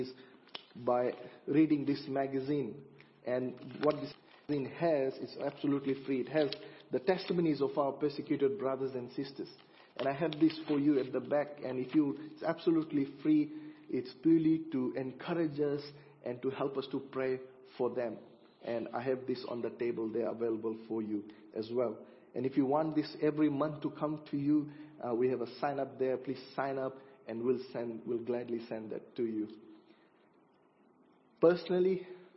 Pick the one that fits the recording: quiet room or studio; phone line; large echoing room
large echoing room